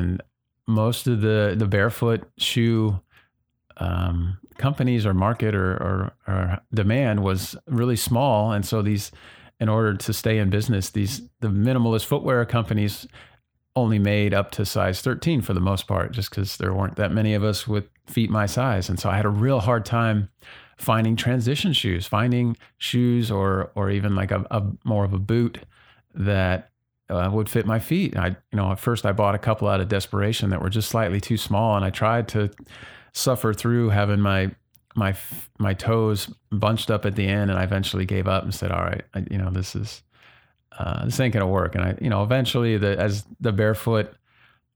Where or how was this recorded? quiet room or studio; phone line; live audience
quiet room or studio